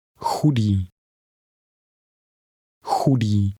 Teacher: The CH combination will sound like a breathy H.